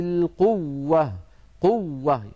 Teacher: وهذه الواو لا تمد لأن التشديد والمد لا يجتمعان. إن كانت الواو مشددة فلا مد، وإن كانت الواو ممدودة فلا إدغام. · Term: شدد الواو